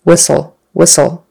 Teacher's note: the T in whistle, whistleblowers, it's silent. We don't even say it.